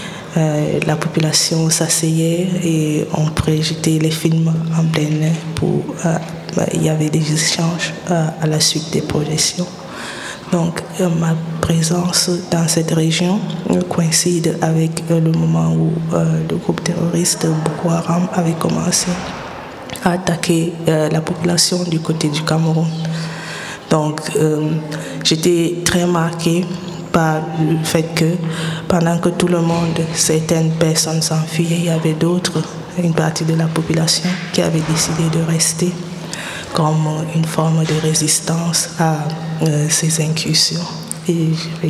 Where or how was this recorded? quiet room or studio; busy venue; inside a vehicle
busy venue